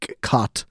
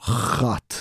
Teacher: You take a hard word like a C, like cot, and then you just go chot, and you just let some air into it. · Shown in: second take